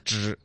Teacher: dr 的音呢你们正常说的时候就是一个算是一个翘舌音对不对